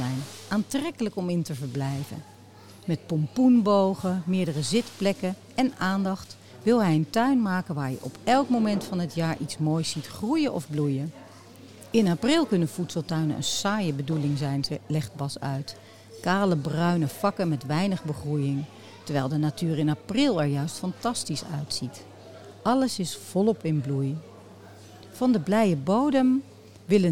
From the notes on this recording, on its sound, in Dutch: Live opgenomen tijdens de Dutch Media Week 2022 in het kader van een recordpoging. Met gezellige achtergrondgeluiden van het publiek!